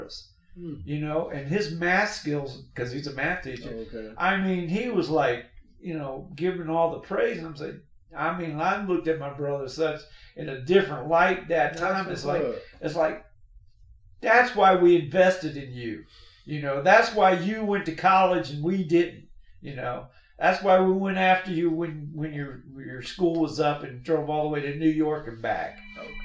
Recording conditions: poor sound quality